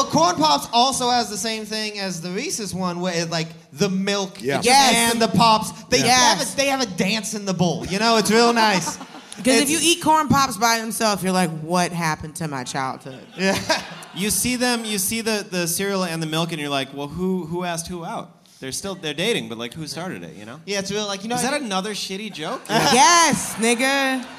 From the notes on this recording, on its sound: Live and Hungover at Bridgetown. It's the first live All Fantasy Everything. It IS live as hell.